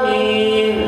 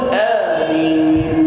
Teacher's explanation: هو مد بدل بس بمقدار حركتين · Shown in: second take